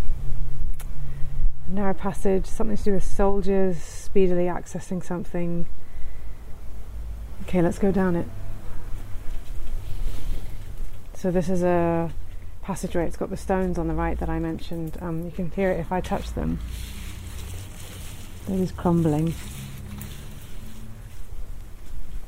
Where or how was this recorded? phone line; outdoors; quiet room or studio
outdoors